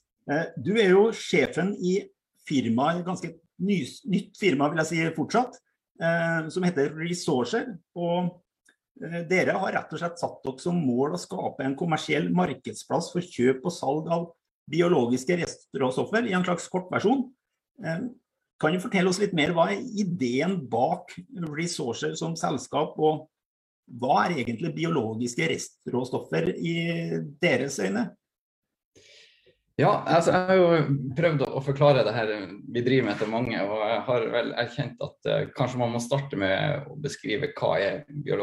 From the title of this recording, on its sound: Live Zoom